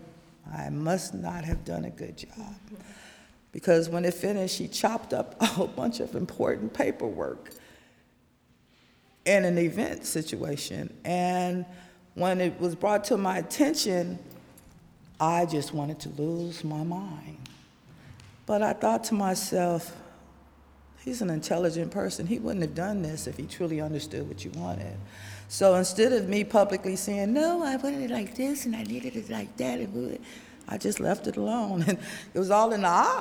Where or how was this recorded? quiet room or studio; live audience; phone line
live audience